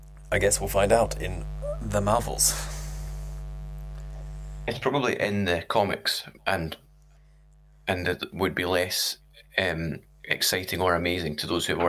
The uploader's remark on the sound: Sorry for the awful buzz throughout, we're working on a fix for next week.